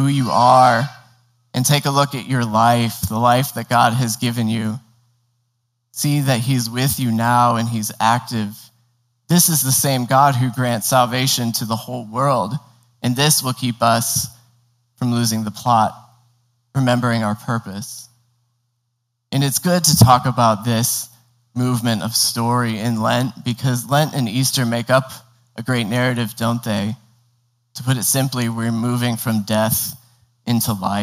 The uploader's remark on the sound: Indoors in the Kaiser Chapel on the beautiful and scenic campus of Gordon Conwell Theological Seminary 130 Essex St, South Hamilton, MA 01982.